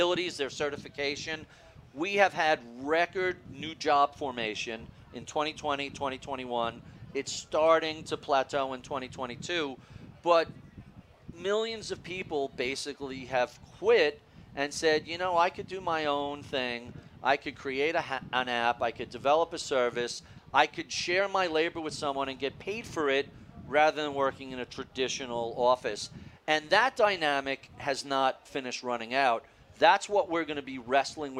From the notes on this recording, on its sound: at the Future Proof Wealth Festival in Huntington Beach